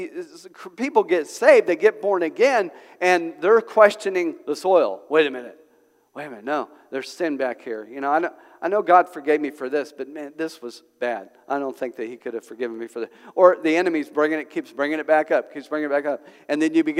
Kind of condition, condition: setting, large echoing room